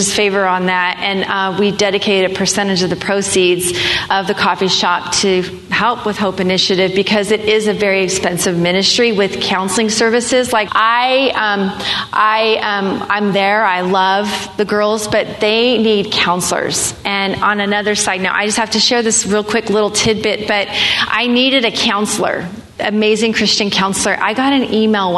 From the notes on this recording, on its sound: Live recordings at this year's RISE conference at the Mission Church in Vacaville, Ca. As part of the Breakthrough Sessions.